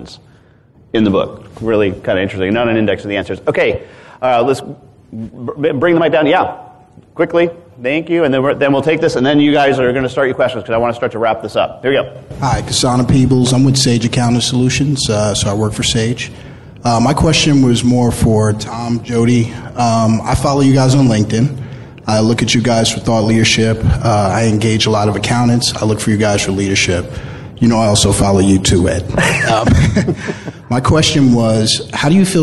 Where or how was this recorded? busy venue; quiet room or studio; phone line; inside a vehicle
busy venue